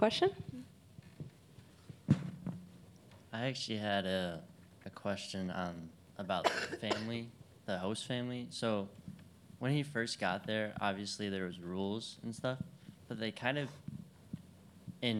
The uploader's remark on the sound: We hosted our first LIVE, in-person podcast episode after the screening of the film, Sugar, at The Little Theatre. The recording was provided by The Little Theatre staff.